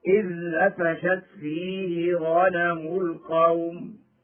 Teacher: بدون مد، وعلى ذلك فعند الوقف بالروم يكون الروم بدون مد في عارض اللين